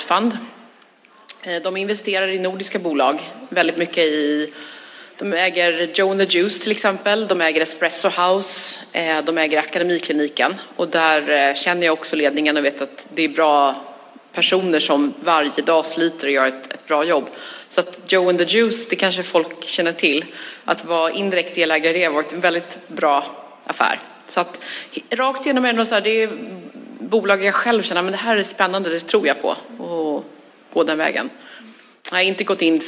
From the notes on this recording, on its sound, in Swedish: LIVEPODD. Veckans avsnitt är inspelat på Social Media Party och publiken är med och ställer frågor om allt som har med ekonomi att göra.